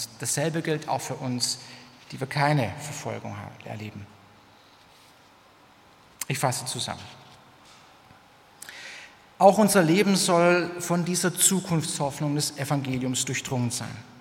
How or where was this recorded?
large echoing room